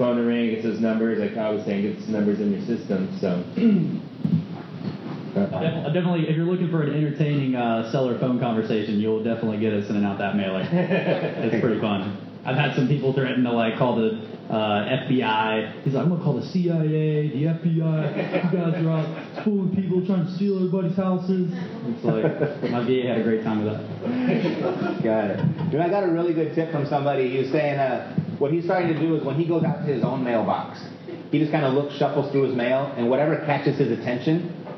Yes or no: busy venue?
yes